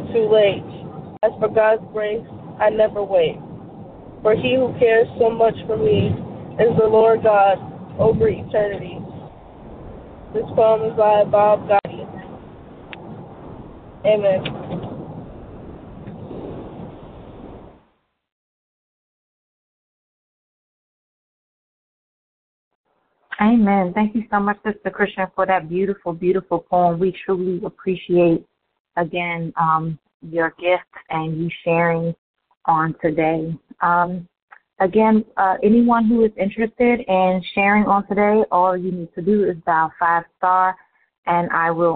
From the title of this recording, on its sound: Conference Call